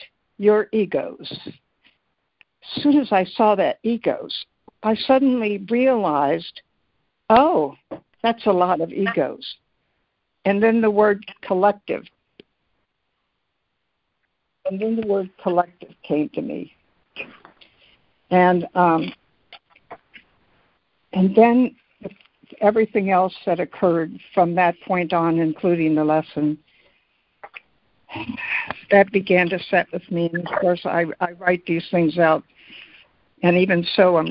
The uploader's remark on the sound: ACIM Daily Conference Call